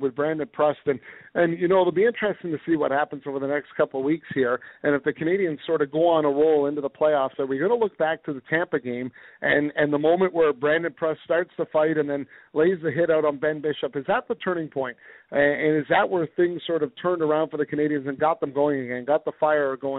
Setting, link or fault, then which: link, phone line